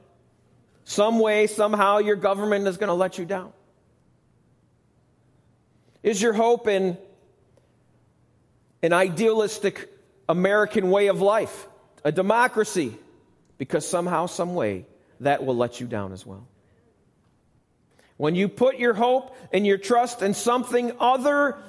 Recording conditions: large echoing room